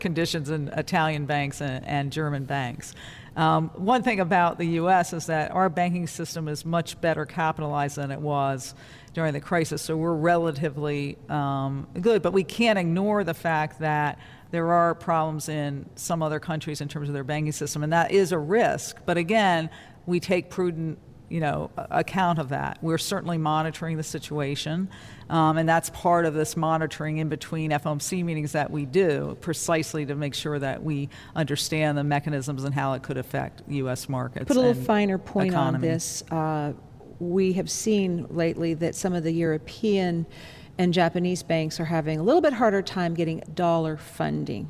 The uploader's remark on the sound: Live from the Federal Reserve Bank of Cleveland.